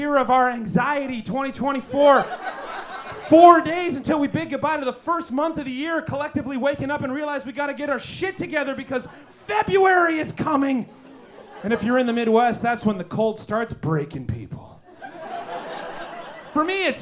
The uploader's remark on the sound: Recorded LIVE at Chicago’s Historic Green Mill Lounge on January 27th 2024 for The Paper Machete